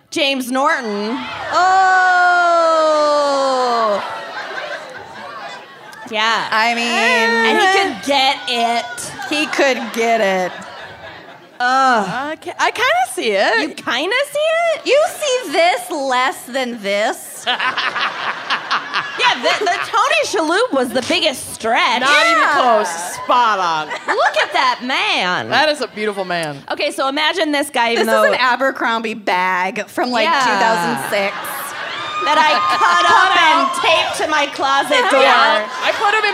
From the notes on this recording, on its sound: (Chicago LIVE!). Live from Chicago.